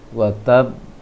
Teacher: Tertahan dahulu tasdidnya karena dia bertasdid, baru dipantulkan. · Term: pantulan besar